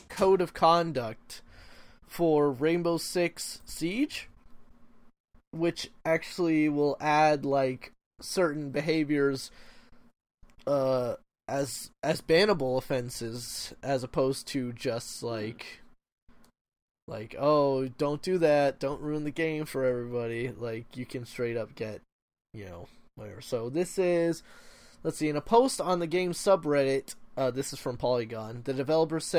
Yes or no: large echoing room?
no